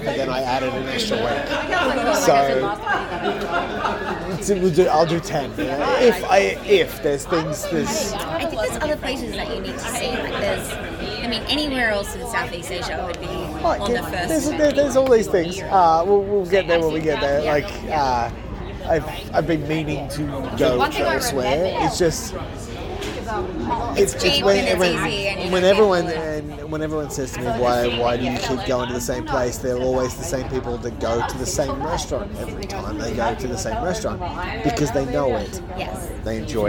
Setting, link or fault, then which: fault, background noise